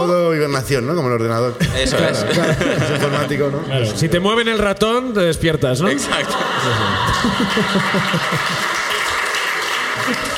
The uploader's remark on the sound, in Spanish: El público de Barcelona comparte sus ruinas